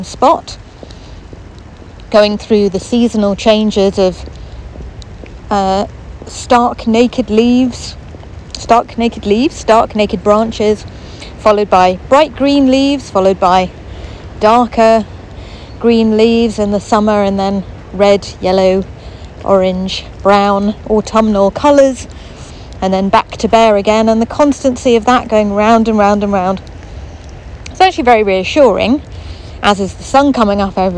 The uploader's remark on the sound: Walking around the park behind the hospital